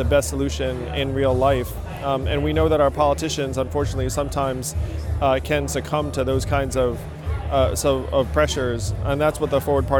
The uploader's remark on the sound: A special live, on-location episode of The Power Connect this past weekend as we went to the Forward Party Kickoff Convention at the Bayou City Event Center on the southside of Houston.